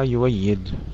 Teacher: كلمة يؤيد مر معنا بالأمس أن ورشا يبدل أمثال هذه الكلمات يجعل فيها الهمزة واوا مفتوحة لأنها وافقت فاء الكلمة وهي مفتوحة وقبلها ضمة